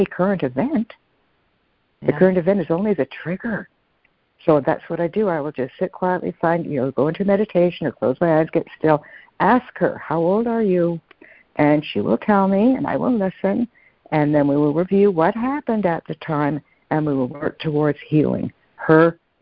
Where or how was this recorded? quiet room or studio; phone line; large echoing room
phone line